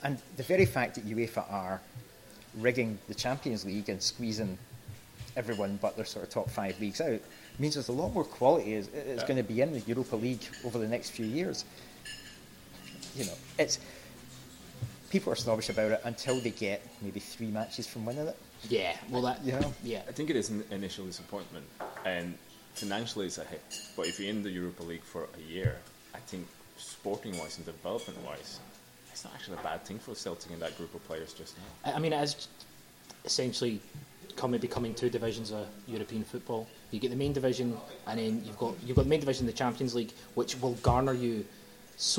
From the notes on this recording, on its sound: The first section was recorded during the Lunch With The Cynics